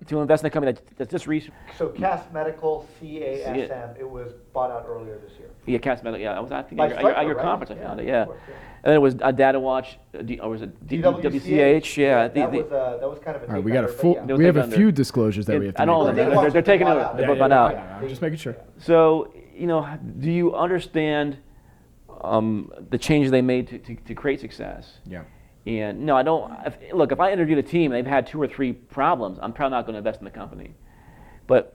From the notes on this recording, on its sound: my live panel from the MicroCap Rodeo 2019 in Austin, TX